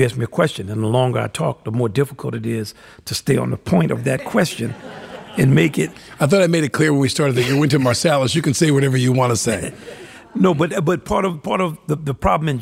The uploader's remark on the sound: In front of a live audience at JALC's Rose Hall.